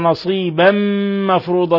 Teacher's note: تنوين فتح جاء بعدها الميم إضغام بغنة